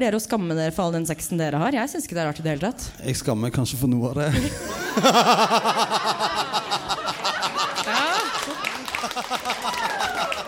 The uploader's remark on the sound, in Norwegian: Sesongens siste podkast, live fra Uhørt i Oslo.